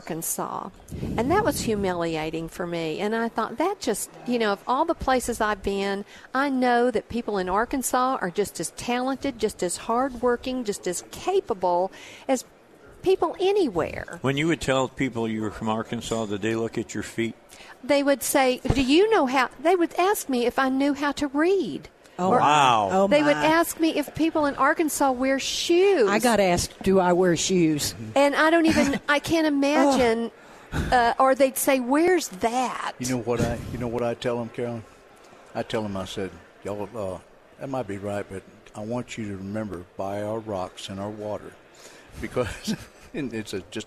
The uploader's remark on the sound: Live at the State Capitol for Filing Day.